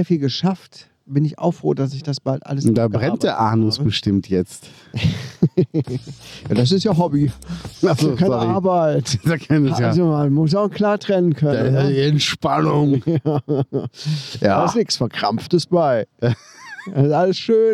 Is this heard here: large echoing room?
no